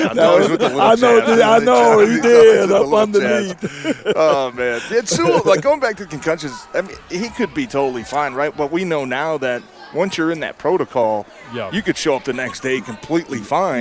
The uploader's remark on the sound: Live From Lions Training Camp